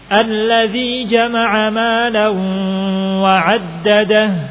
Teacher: Jama'a malan, suara dari hidung. Jama'a malan wa, ada suara dari hidungnya. · Term: gunnah